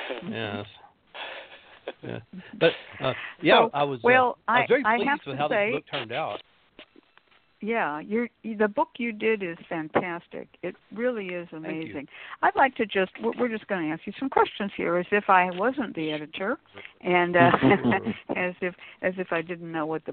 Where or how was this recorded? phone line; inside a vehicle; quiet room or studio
phone line